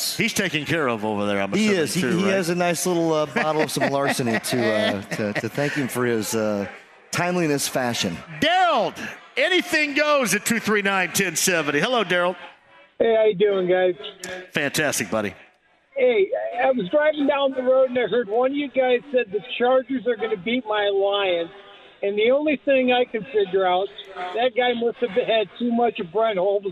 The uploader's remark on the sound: LIVE from Joe’s Grill. Live at Joes Grill!